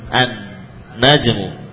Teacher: Al menjadi an karena ketemu nun. An najmu. Al menjadi ad-diku. · Term: idgham